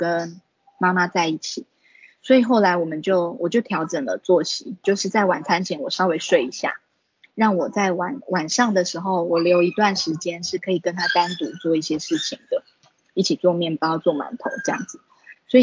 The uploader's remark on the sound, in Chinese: 此為線上課程錄音檔！